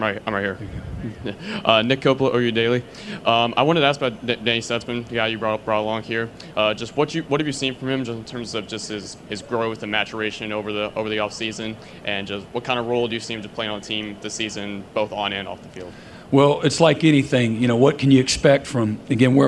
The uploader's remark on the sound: Press conference at Big 12 Football Media Days.